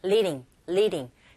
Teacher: 모음과 모음 사이의 드 사운드도 트 사운드와 똑같이 R 소리에 가깝게 들리게 되죠